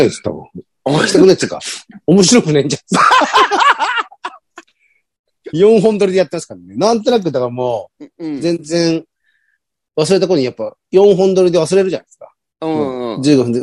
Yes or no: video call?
yes